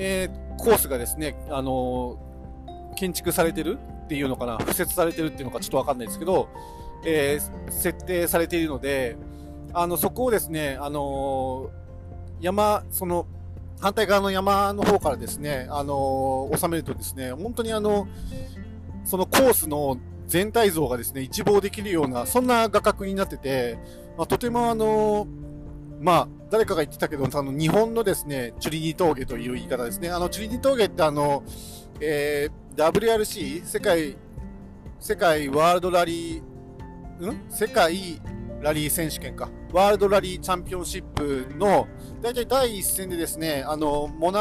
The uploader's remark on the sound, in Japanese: 高速道路走行中に収録したので、少し雑音があります。